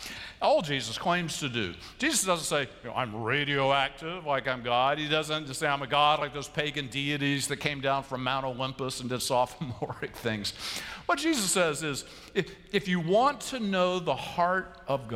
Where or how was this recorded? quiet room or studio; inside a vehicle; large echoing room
large echoing room